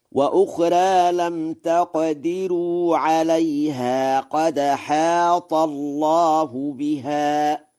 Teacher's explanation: قد أحاط الله بها، قرأ ورش: وأخرى بالتقليل، وهو لغة فصيحة، وقرأ بترقيق راء لم تقدروا ونقل حركة الهمزة إلى الساكن قبلها في قوله قد حاط